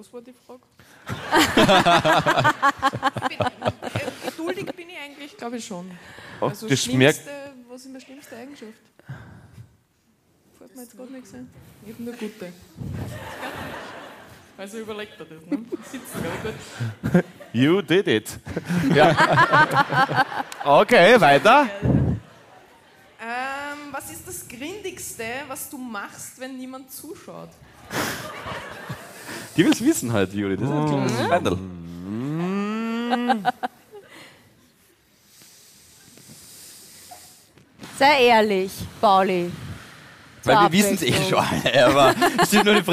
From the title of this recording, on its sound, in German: Hawi D'Ehre LIVE - Eisenstadt